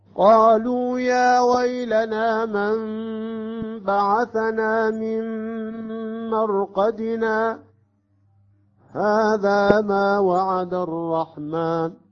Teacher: نسكت على الألف في مرقدنا بحركتين، ثم نبدأ: هذا ما وعد الرحمن · Term: السكت